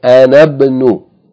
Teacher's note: We don't pronounce the kasra of ibn, we say anabnu. · Term: hamzatul wasl